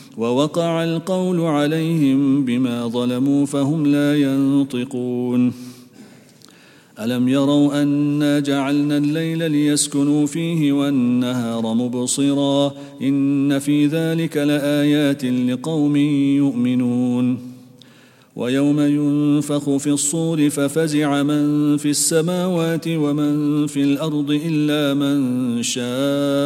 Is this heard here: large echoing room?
yes